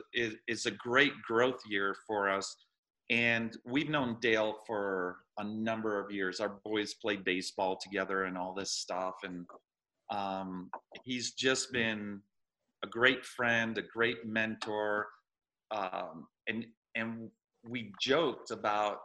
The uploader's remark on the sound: jumped on Zoom to talk with us